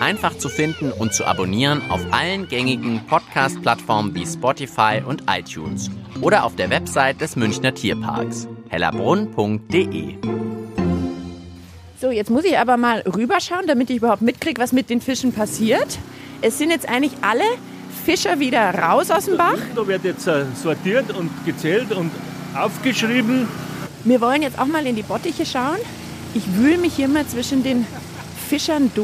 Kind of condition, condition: setting, outdoors